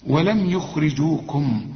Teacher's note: برضو الراء هنا مرققة وبين انها مكسورة